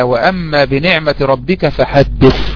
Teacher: خرج اللفظ ثاء مهموسة، الثاء دي من حروف الهمس